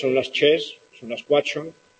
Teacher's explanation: Ese cuatro, ese tres, es la misma R que hay en Israel. Al estar en contacto con la T, se asibila. · Term: R asimilada